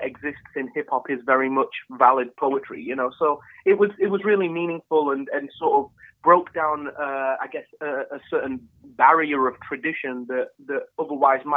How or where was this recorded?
phone line